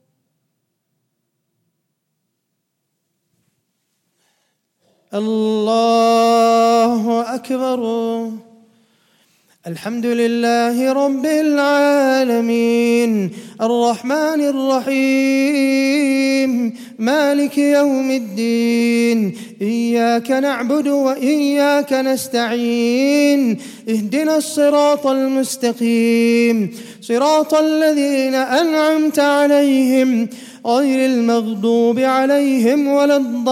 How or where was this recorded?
large echoing room